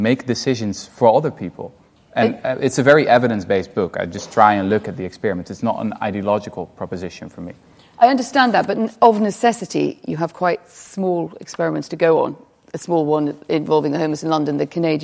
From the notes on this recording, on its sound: In front of a live studio audience at the RSA in London.